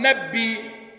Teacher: عندنا الهمزة المتطرفة اقرأ بعد حركة او الف، هنا بعد حركة مش بعد الف، الراء مفتوحة، فهيوقف عليها عند حمزة وهشام بإبدال الهمزة حرف مد من جنس ما قبلها